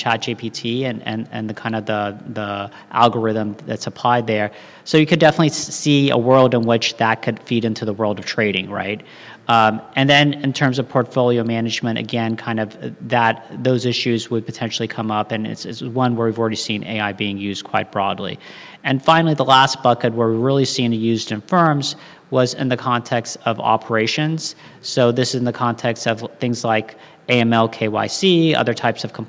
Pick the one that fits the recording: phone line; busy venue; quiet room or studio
busy venue